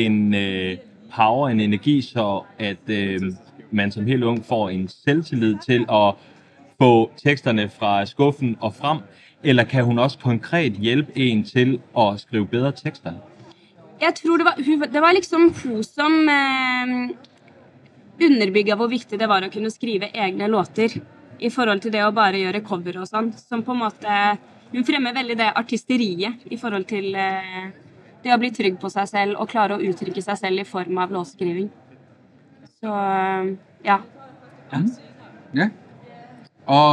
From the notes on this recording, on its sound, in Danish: I vores andet interview på SPOT Festival.